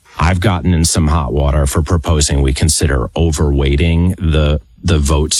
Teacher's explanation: kind of that Northeast intellectual, very effeminate, vocal fry-y voice